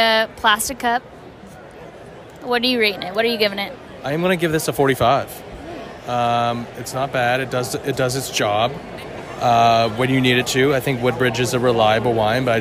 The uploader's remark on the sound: Live from PNC Park. Pirates game at PNC Park and drink a Woodbridge Cabernet from plastic cups. Get ready for ballpark sounds and good times.